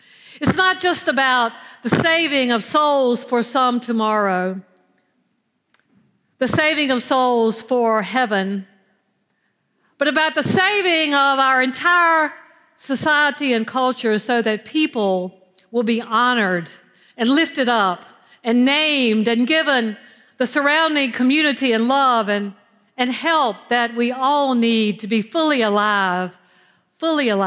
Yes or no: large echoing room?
yes